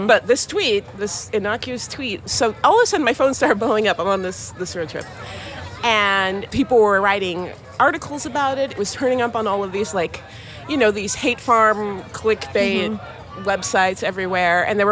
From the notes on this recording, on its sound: For a discussion on race in America at The Los Angeles Times Festival of Books.